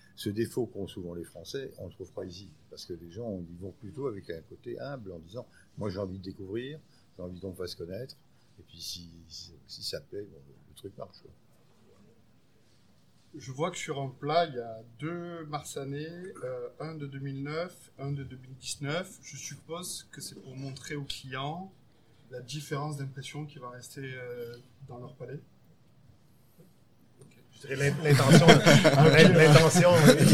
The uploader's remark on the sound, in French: Enregistré au restaurant Annette